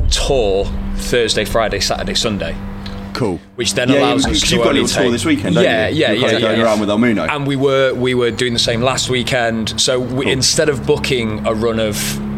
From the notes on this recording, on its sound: So, where better to find a bunch of musicians and industry professionals than at a gig? He invited us down to do some interviews with an incredible lineup of bands during their soundcheck. Portable Interface: Zoom Podtrack P4. Zoom Microphone kit. Headphones: Audio Technica M50x.